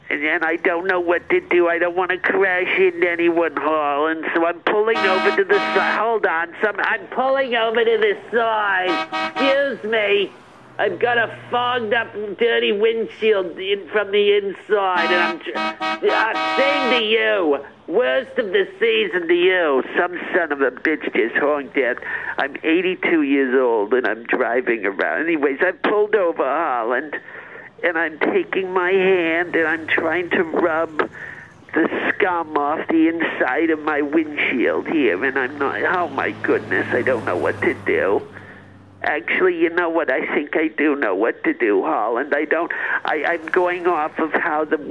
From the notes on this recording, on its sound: leaves a phone message